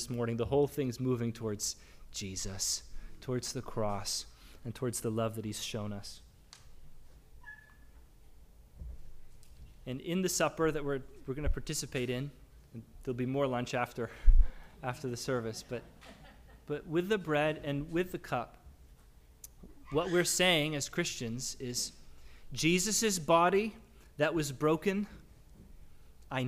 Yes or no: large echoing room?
yes